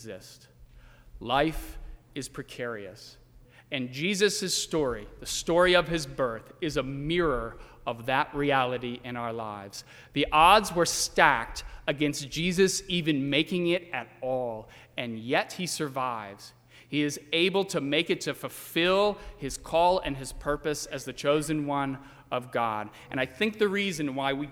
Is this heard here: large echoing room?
yes